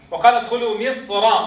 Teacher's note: في الوصل وقال ادخلوا مصر مفتوحة قولا واحدا التفخيم